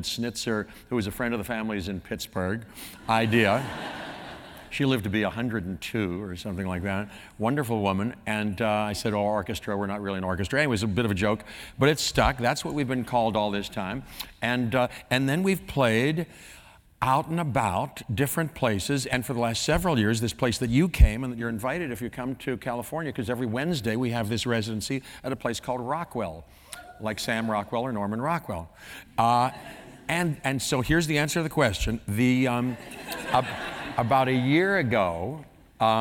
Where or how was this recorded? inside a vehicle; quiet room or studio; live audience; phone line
live audience